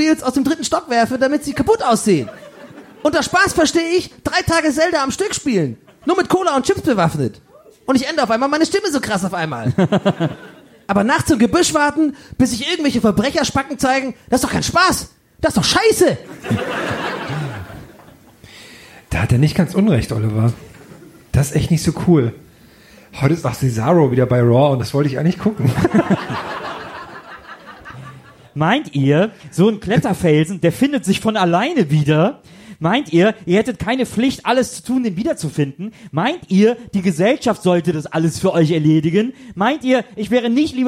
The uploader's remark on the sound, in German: Erlebnisbahnhof LIVE